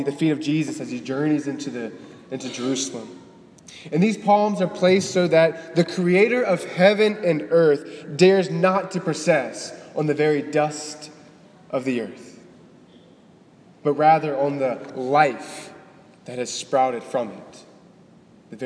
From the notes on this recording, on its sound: Delivered on March 25, 2018 at the Cathedral of the Nativity of the Blessed Virgin Mary in Biloxi, MS.